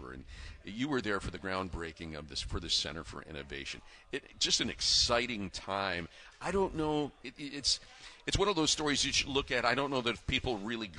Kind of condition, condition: setting, busy venue